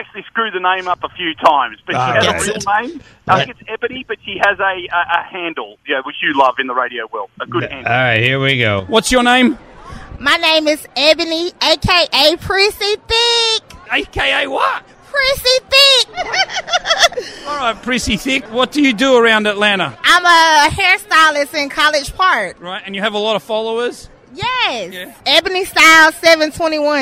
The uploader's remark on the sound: Reported live from radio row in Atlanta. Reports Live From Radio Row In Atlanta For Super Bowl LIII. He spoke to some well-known superstars and some interesting Atlanta locals during his trip.